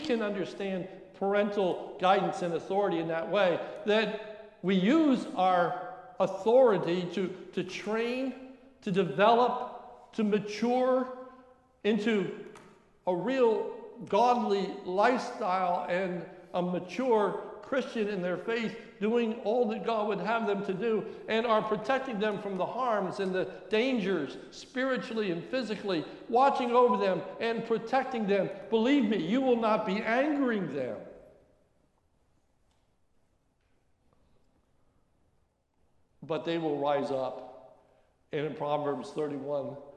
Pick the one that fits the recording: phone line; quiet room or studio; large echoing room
large echoing room